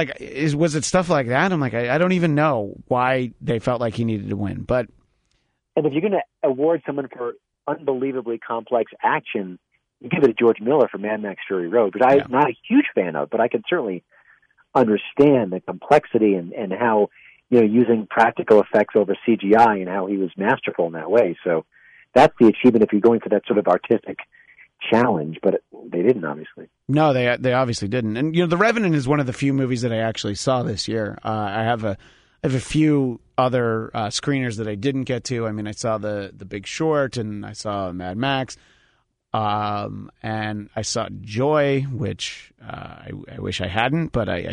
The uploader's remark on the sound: joined via telephone